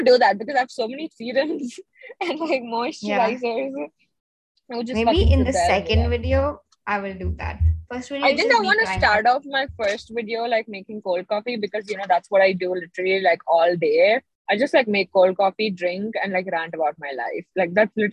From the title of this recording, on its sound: Car version